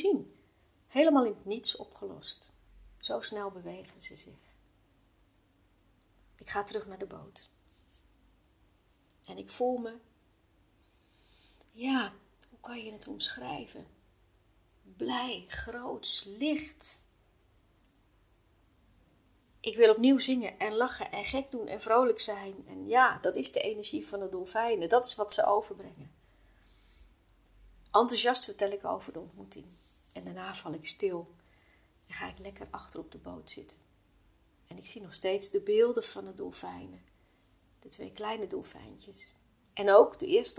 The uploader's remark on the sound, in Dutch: Deze aflevering heb ik spontaan opgenomen met mijn mobiel, zonder pop filter. En ja, dat hoor je (een beetje).